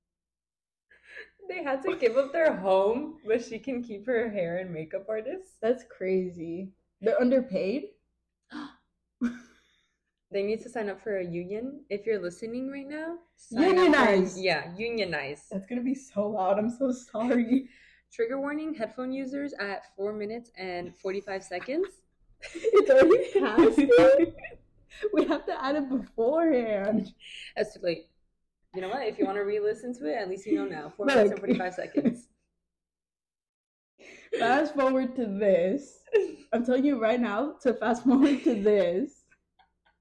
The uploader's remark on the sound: Beware of this one because there is a lot of stuttering and giggling. We are testing out our new mics so make sure to have your volume at a reasonable level.